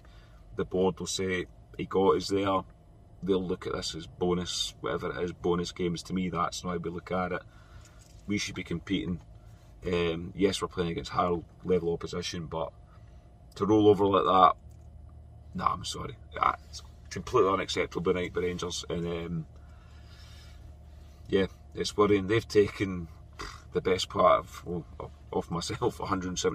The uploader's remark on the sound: reaction from the car after leaving Ibrox.